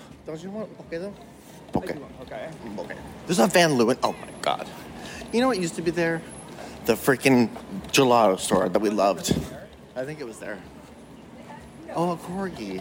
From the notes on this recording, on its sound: An historic series of recordings made LIVE AND ON SITE at the RITTENHOUSE SQUARE ANTHROPOLOGIE. I do not owe any of you editing out the dead air/diegetic sounds sections of this episode.